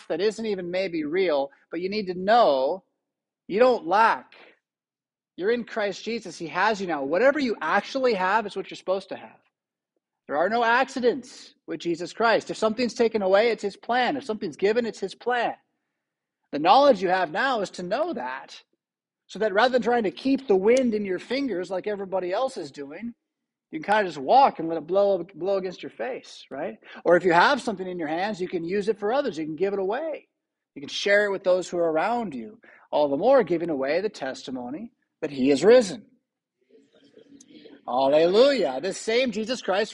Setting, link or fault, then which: setting, large echoing room